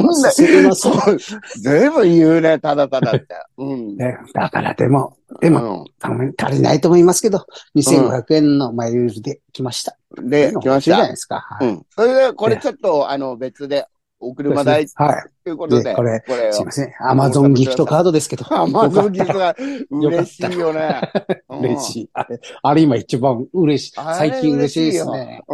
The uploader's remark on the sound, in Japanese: ZOOMで収録